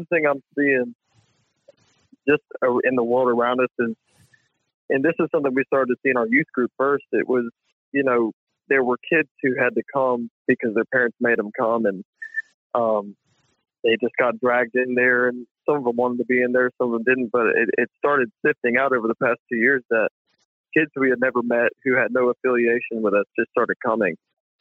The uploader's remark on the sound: Live Call In Show. This is the recording of a live call-in show.